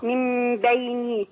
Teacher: خلي بالك من كسر النون، حضرتك بتفتحيها النون مكسورة